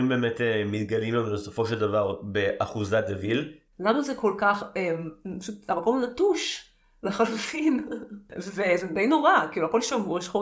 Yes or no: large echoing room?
no